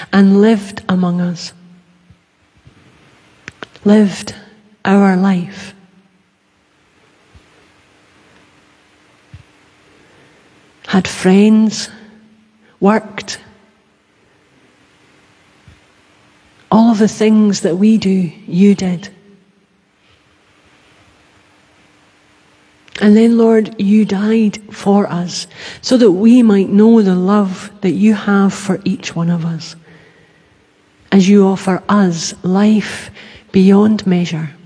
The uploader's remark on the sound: Sunday Worship: 20th March 2022 (Live from The Old Kirk). Our live stream of our service.